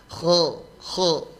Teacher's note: Itu diangkat pangkal lidahnya. Jadi walaupun kita senyum tidak membulatkan bibir · Term: huruf kh